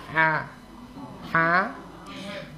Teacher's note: Huruf Ain dan huruf Ha ini makhrajul hurufnya berada di tengah tenggorokan sini. Jadi kalau mau menyebutnya itu buka rongga tenggorokan ini, rongga mulut sampai tenggorokan sana.